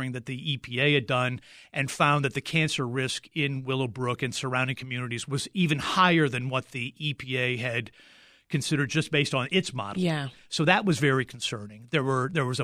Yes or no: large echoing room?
no